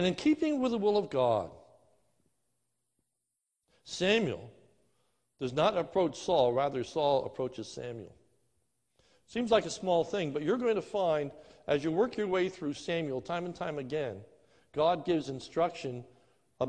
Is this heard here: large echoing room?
yes